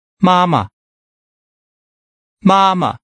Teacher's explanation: the second A is pronounced with a light or neutral tone